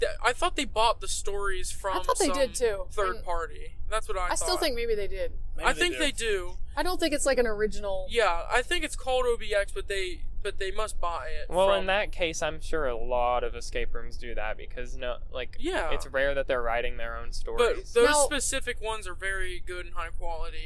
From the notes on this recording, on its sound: Live From the Road. This week we're discussing some recent park news and pipe dreaming a bit, live from the Tesla.